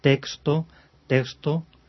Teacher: en pronunciaciones muy enfáticas o muy esmeradas, podemos ir ya a una K y una S, o una G y una S.